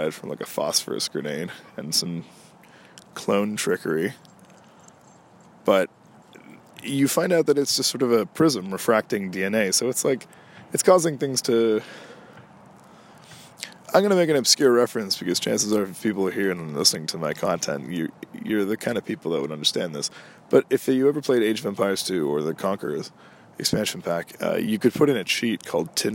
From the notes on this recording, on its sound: Out in the cold. Today I took things to nature to do another outdoor recording, so apologies for any noises/audio quality because of that. I can definitely see why relaxing in a park is more enjoyable in the breezy Summer weather than the frozen winds of Winter.